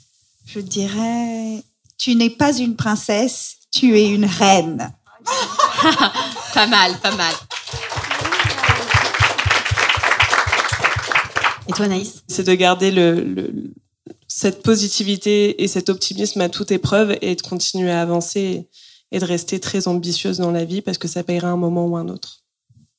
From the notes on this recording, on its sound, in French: Je suis ravie d’être à la Nouvelle Seine en public pour cet épisode un peu spécial.